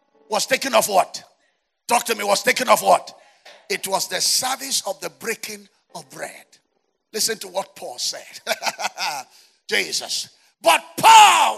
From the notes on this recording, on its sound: Jericho Experience 2022. You are listening to sermons from our annual word & worship festival.